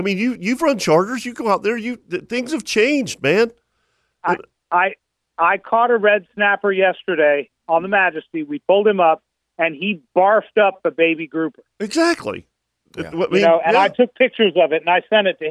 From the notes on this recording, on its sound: lot of people (including several OS Hall of Famers) called in to share their show stories and memories